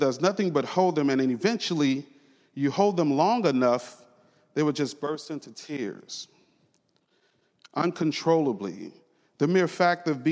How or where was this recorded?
large echoing room